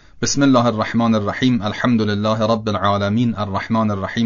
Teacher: اینطوری که میخوانیم آخر آیه ها رو به اول آیه های بعدی داریم متصل میکنیم